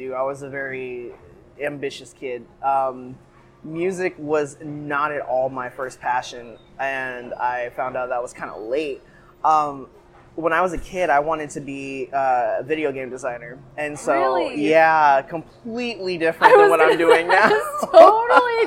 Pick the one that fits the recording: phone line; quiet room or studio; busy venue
busy venue